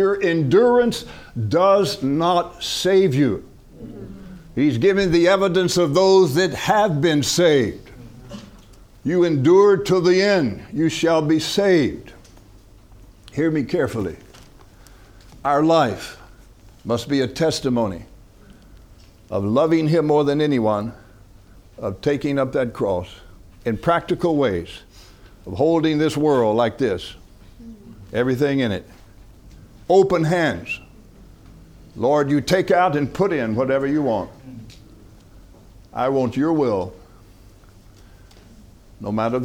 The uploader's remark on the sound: From the HeartCry Asia Conference 2023